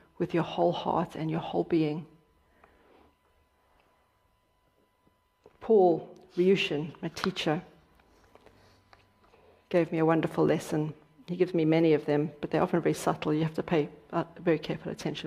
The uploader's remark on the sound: Dharma talk at City Center. In this talk, given at Beginner's Mind Temple.